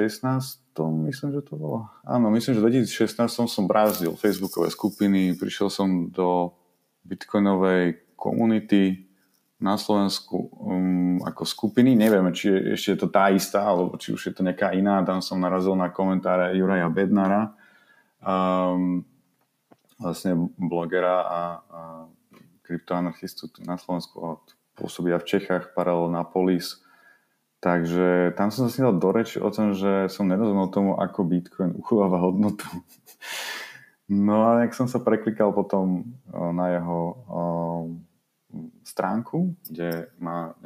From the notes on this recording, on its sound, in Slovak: Ak sa vám zdá, že zvuk je menej kvalitný, nie je to zdanie. Zlyhalo nám lokálne nahrávanie.